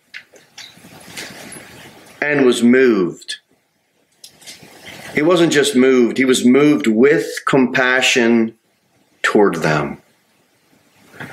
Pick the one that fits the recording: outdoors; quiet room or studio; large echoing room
large echoing room